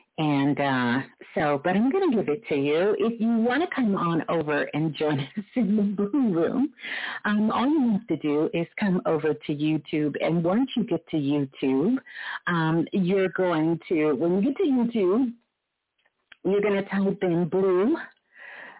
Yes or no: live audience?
no